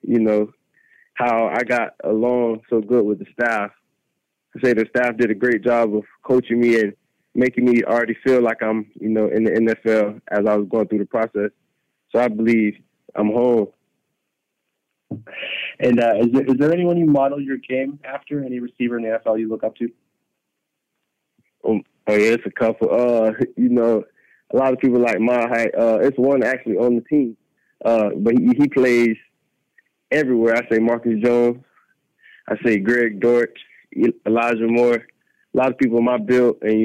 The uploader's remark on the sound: addresses the media during his conference call